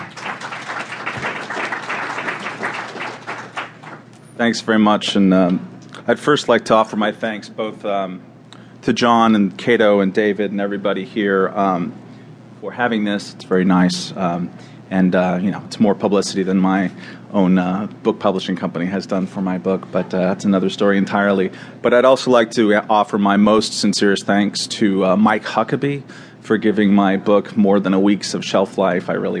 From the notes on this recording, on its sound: Speaking before a live audience at the Cato Institute in Washington, D.C.